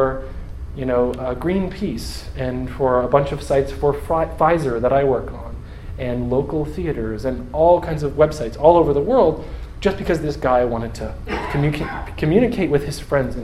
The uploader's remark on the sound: Audio from a talk I gave on January 16th, 2015